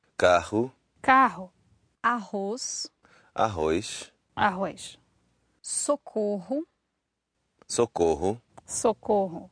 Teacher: pretty much at the beginning of the word and with the double R, we're going to have that huh sound.